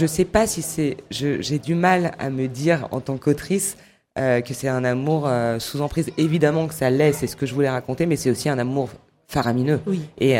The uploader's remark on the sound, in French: Plateau en direct sur le stand de la FRAMA : Fédération Régionale des Radios Associatives Maine Anjou.